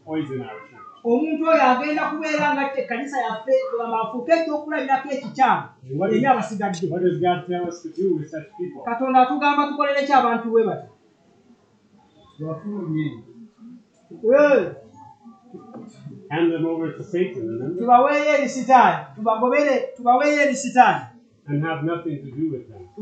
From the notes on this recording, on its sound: This was preached at Lubumba Community Church on July 16, 2023